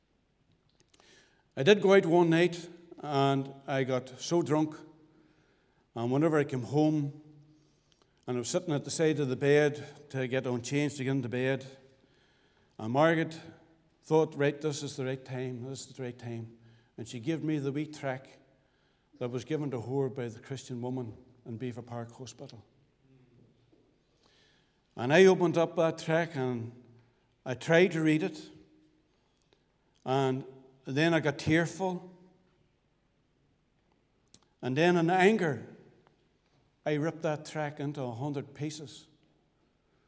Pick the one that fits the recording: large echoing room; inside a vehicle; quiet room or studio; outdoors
large echoing room